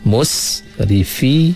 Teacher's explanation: hamas pada huruf sin, kita bunyi percikkan angin sikit bila kita kunci sin itu